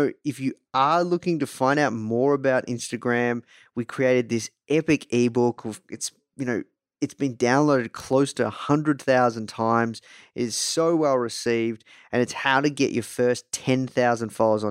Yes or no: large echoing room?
no